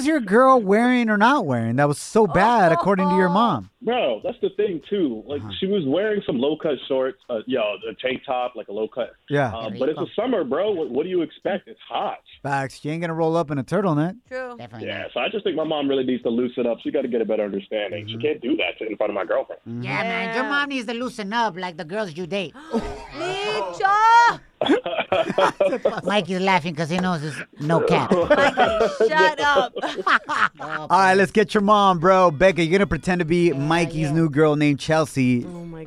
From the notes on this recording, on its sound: We opened up the phone lines